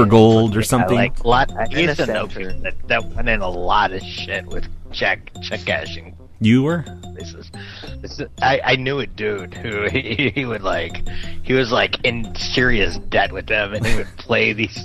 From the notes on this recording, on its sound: Prank Phone Calls.